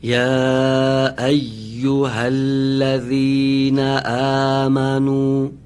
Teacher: مواظب باشید که لام و ذال در الذین درشت خونده نشه